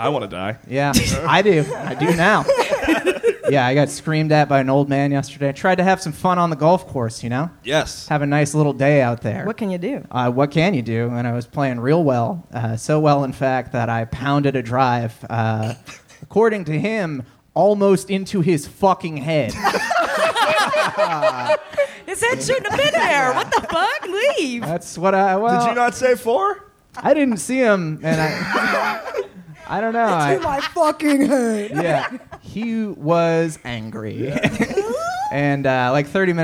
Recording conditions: live audience